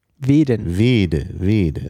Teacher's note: dann bleibt es ein Monophthong, langer Monophthong